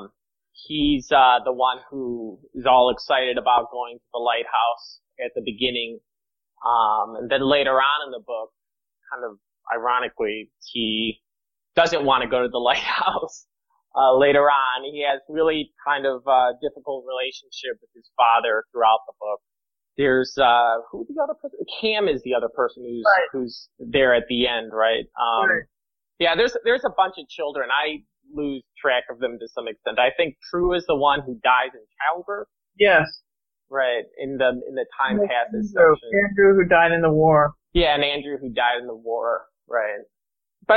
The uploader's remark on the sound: This discussion first appeared in our Not School Group. As an early recording, please bear with the sound quality.